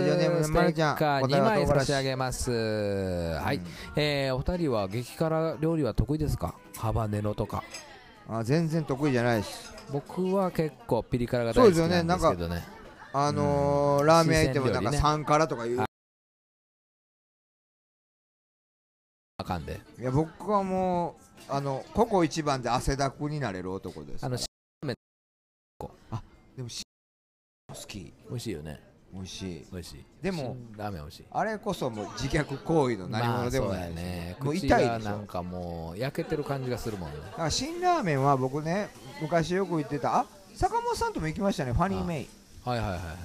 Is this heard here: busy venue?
yes